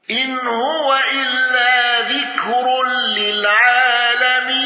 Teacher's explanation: الأزرق بالنقل وترقيق الراء المضمومة، إن هو إلا ذكر للعالمين.